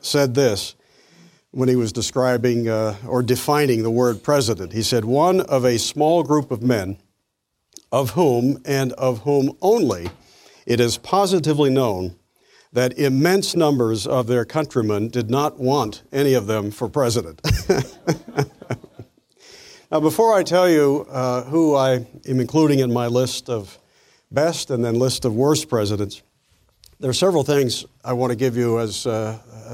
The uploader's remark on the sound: presentation was delivered as part of the 2014 Acton Lecture Series